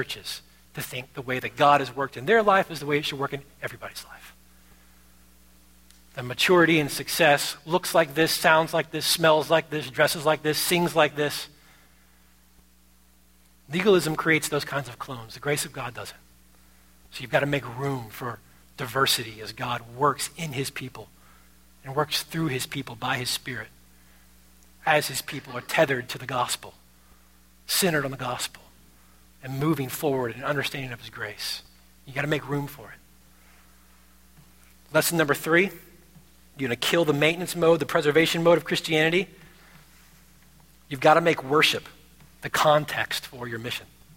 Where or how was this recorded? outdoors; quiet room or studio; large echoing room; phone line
large echoing room